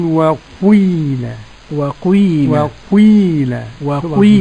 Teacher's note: ضمة مقدمة على الكسرة · Term: إشمام الكسرة